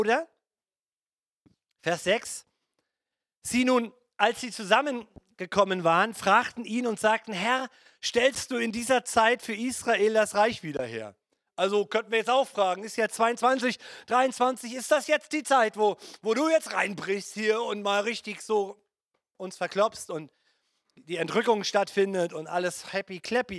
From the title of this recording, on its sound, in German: Gottesdienst Predigt